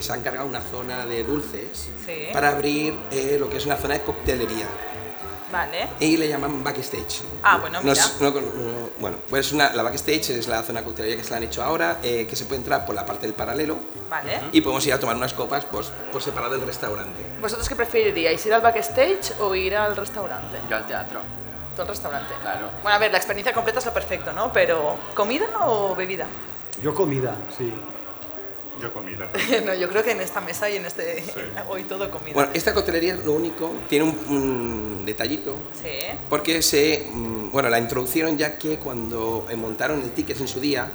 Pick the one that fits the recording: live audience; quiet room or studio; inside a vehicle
live audience